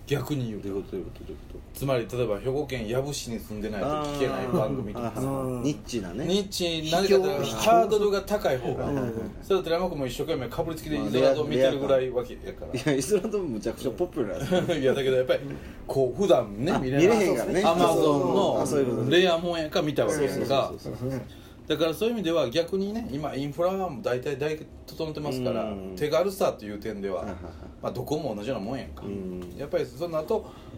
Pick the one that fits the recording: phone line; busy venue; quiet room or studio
busy venue